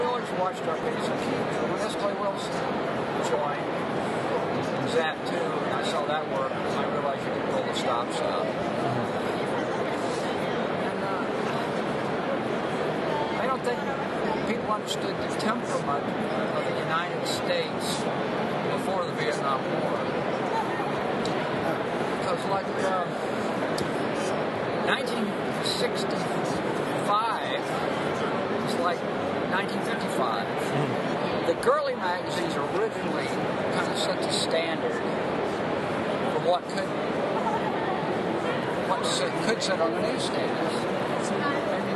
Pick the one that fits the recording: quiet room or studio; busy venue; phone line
busy venue